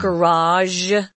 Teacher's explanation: It's kind of a zh. It's kind of a French sound, actually.